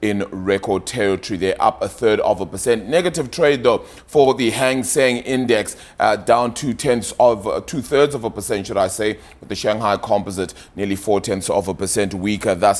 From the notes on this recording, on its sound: We are live at the Mobile World Congress in Barcelona